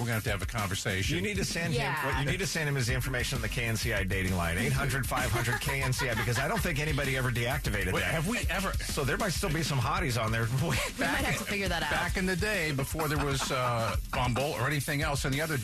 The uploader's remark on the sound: After many comments and phone calls